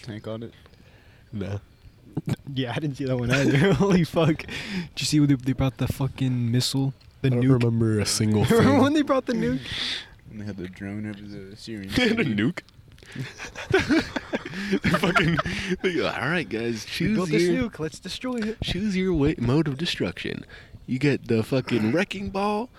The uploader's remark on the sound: some shit audio cuz we did the pod outside